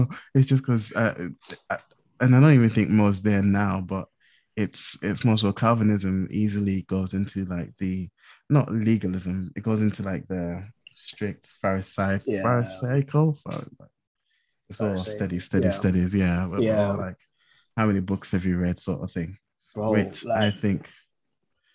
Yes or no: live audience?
no